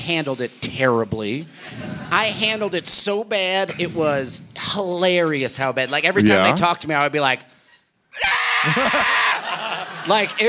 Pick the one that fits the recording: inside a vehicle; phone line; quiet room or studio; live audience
live audience